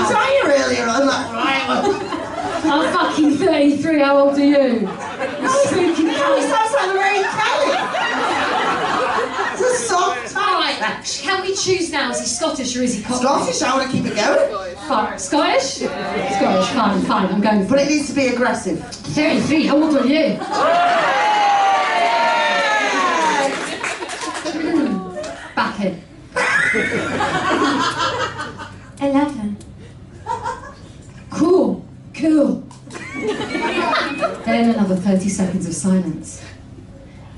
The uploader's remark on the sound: Ghost Huns LIVE!!!! To a SOLD OUT Gilded Balloon audience. Thank you to our wonderful audience for coming along and making our first live show so bloody special.